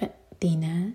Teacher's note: حمزہ ساکن پر cut off sound